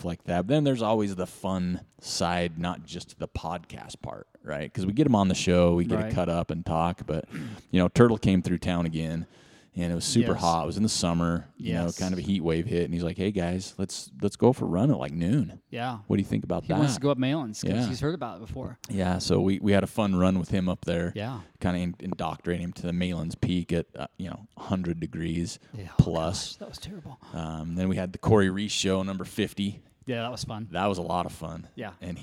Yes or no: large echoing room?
no